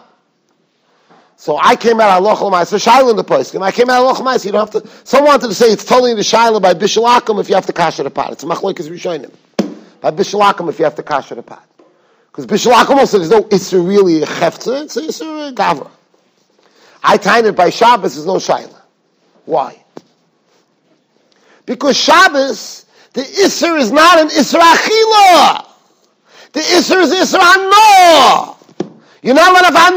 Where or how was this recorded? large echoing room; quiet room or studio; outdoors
large echoing room